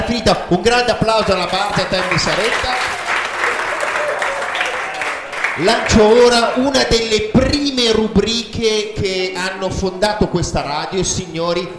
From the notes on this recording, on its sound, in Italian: Scuola Donini di San Lazzaro (BO) - LIVE COL PUBBLICO.